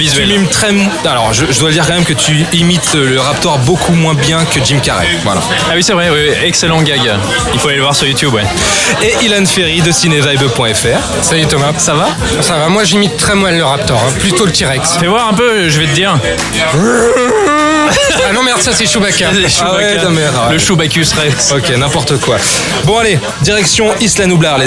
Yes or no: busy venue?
yes